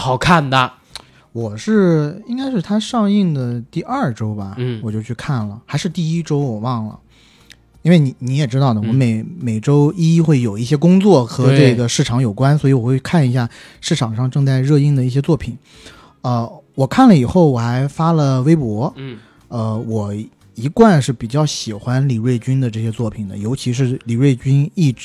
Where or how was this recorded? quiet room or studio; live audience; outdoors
quiet room or studio